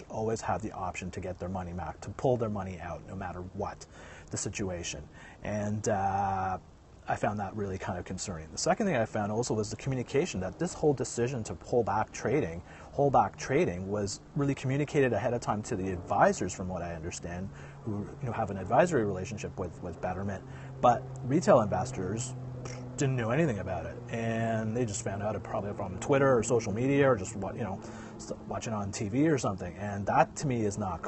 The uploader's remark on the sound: he's outside!